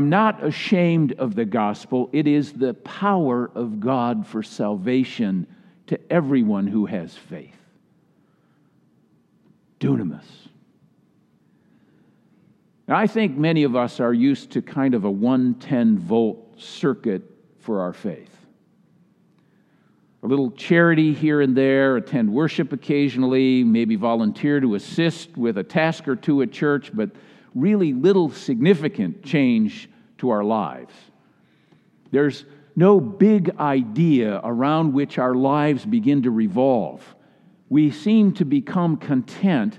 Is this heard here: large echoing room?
yes